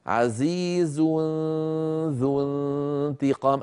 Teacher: أيضا أنتقل من مخرج الزاي في كلمة عزيز إلى مخرج الذال في كلمة ذو، ويبقى من التنوين غنته